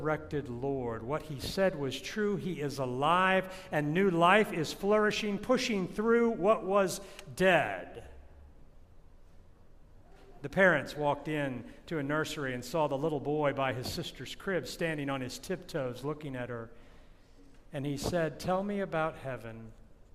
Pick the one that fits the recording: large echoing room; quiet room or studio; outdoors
large echoing room